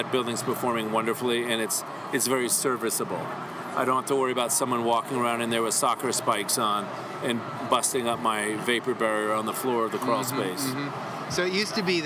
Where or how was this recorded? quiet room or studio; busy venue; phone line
busy venue